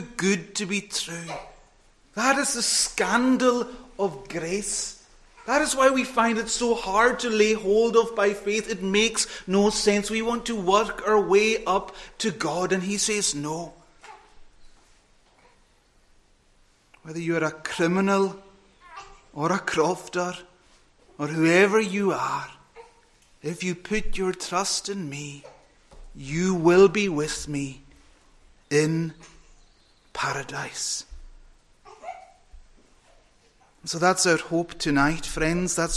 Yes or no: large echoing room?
yes